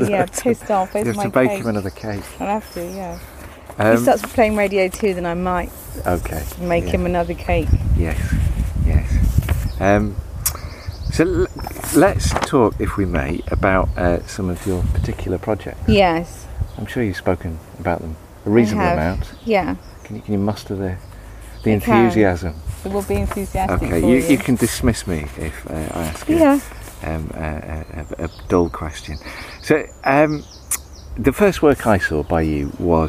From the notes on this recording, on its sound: Recorded in her garden in Devon.